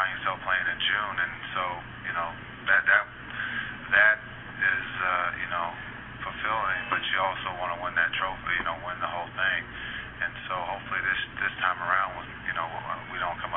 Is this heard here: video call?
no